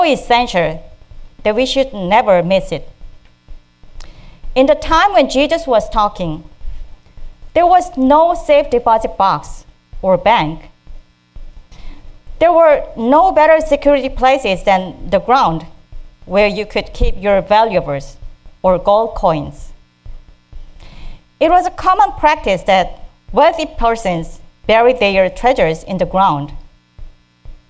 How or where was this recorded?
large echoing room